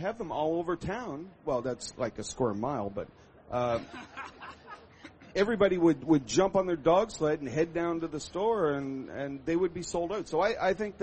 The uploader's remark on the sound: 2007 Macworld Expo. A session recorded from Macworld's booth on the Moscone Center show floor.